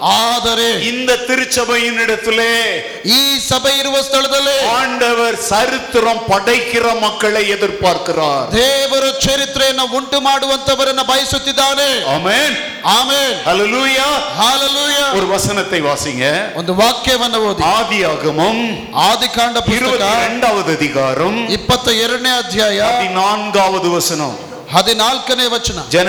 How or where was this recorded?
large echoing room